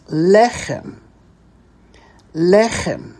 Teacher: there are two segols in a row. So what happens? The first segol gets the accent. So that's le, and then the last syllable is chem.